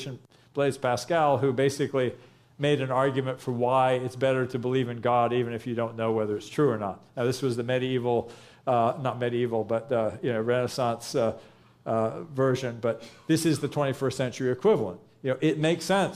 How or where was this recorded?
busy venue